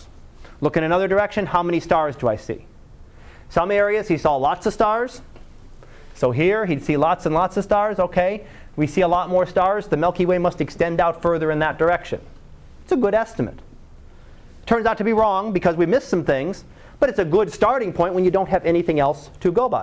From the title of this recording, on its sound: Live Class Lecture